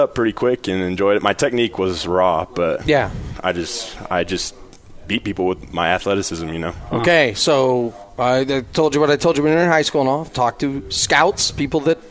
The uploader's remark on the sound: Live from BYU Media Day.